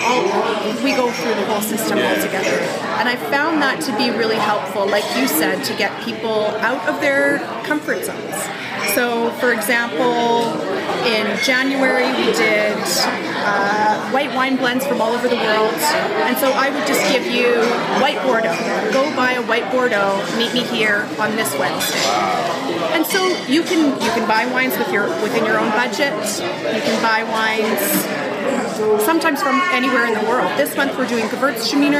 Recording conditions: background noise